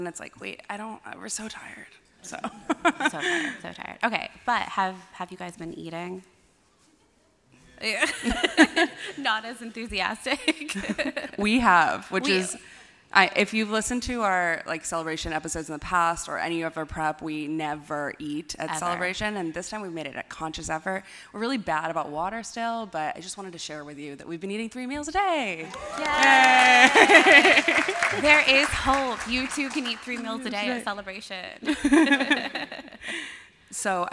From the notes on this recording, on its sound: It’s our live podcast recording from Star Wars Celebration Europe 2023 in London! Since those stories were pretty conversational, I had to bump up the audio considerably. Apologies if they’re hard to hear!